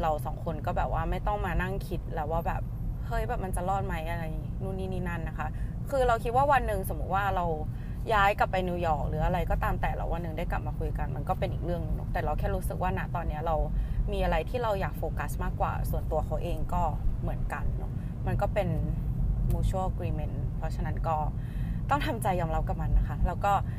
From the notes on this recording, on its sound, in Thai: นี้เสียงไม่ค่อยโอ 55555 คืออัดบนรถครั้งแรก แล้ว noise มันเยอะมาก. อัดสด no script.